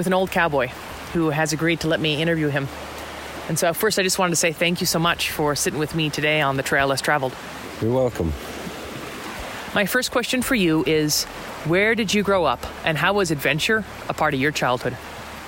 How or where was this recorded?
outdoors